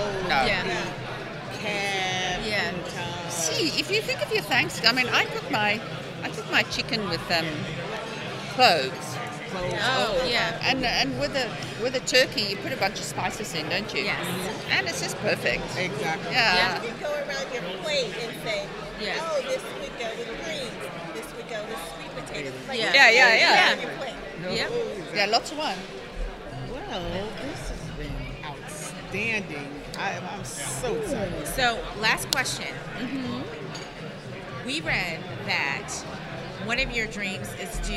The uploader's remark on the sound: The recording took place at Rake's Progress at The Line Hotel.